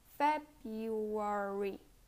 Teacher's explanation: The R is completely dropped, so we pronounce February without an R